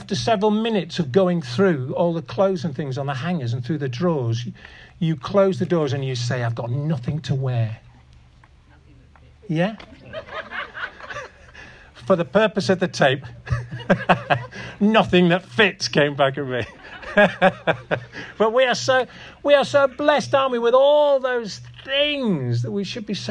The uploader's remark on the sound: This audio recording was taken from the outdoor Harvest Celebration at 'Lowlands Farm' in Askrigg on September 10th 2023.